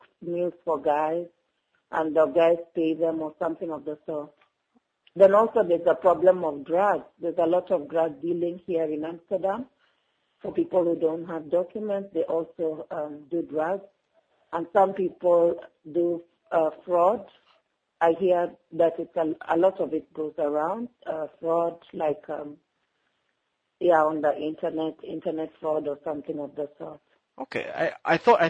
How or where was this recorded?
phone line